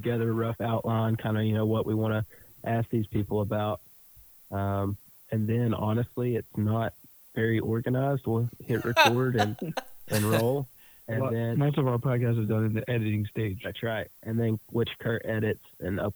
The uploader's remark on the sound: talk on the phone